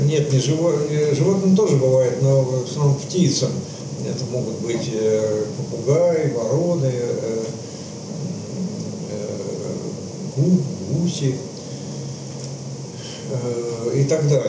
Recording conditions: background noise